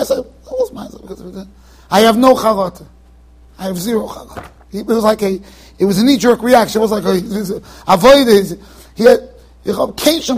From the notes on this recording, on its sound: Shiur recorded in Yeshivas Ohr Reuven, Monsey NY.